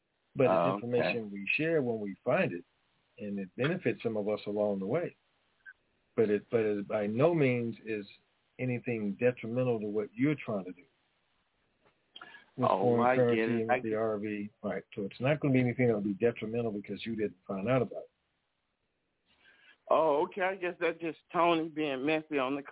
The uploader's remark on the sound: TNTSuperfantastic Conference Call